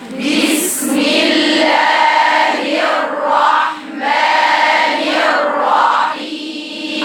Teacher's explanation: عندك اتنين راء في الرحمن الرحيم، انها ايه؟ مفخمتين.